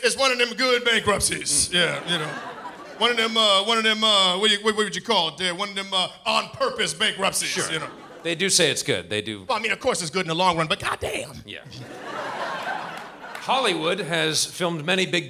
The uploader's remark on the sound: Recorded live at Largo in Los Angeles, CA.